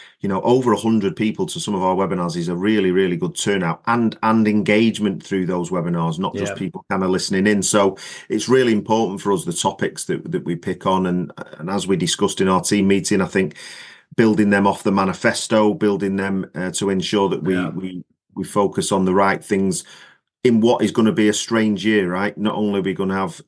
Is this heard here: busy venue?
no